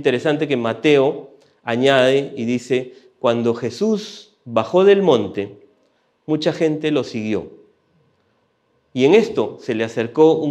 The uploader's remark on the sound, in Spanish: Presentado en vivo. Este podcast es la retransmisión de la reunión de iCafe de cada domingo. Saenz Peña 107 Barranco.